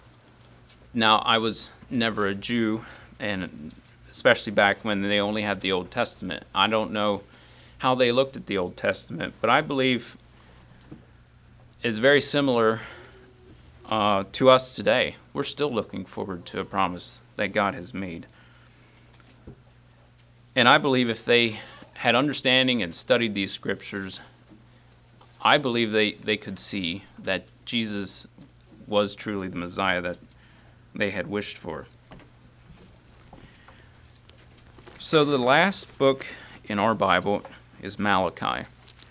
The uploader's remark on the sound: Message preached at Word of Hope on Sunday, December 3, 2023